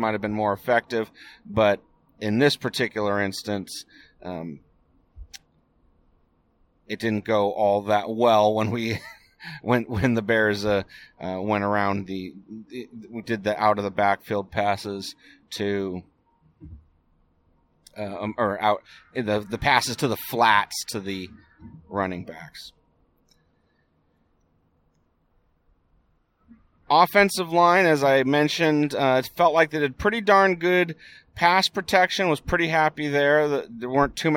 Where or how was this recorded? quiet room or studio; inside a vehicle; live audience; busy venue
inside a vehicle